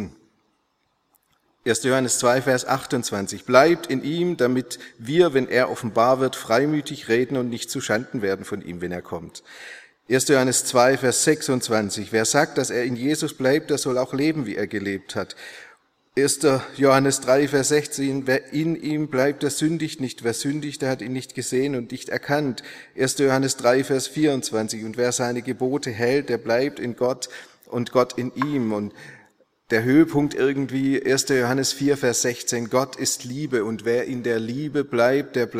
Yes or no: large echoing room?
yes